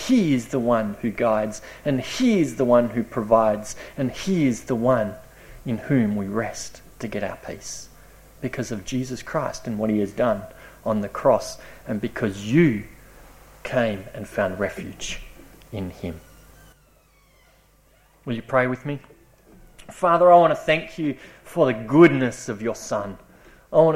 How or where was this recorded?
large echoing room